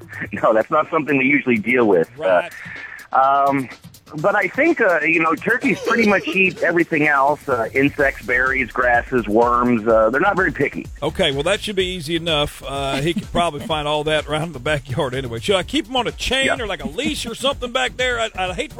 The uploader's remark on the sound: Prank Call